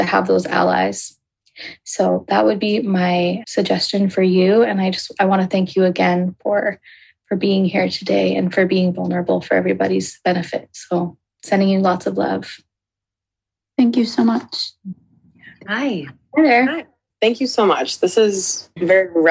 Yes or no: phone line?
no